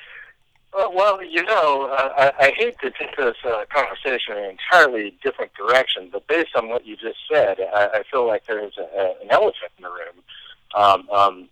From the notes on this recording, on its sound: via phone